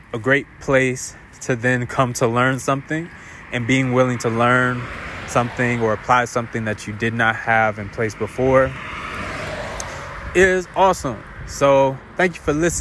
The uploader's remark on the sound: Today I decided to walk and talk